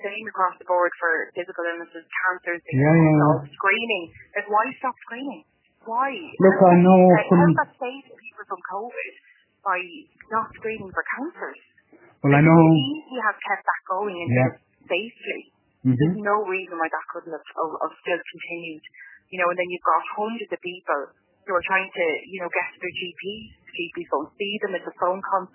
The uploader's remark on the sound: The conversation is our raw and unedited phone conversation.